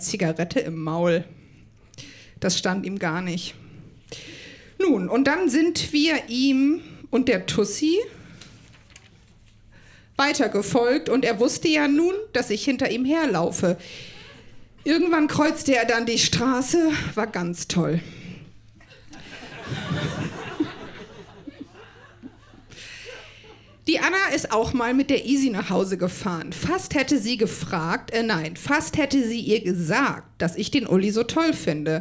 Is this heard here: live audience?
yes